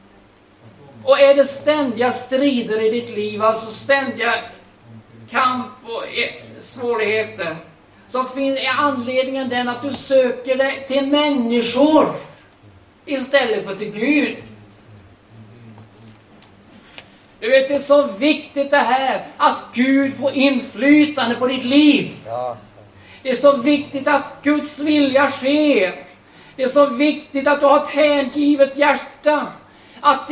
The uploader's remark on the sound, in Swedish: Liveinspelning.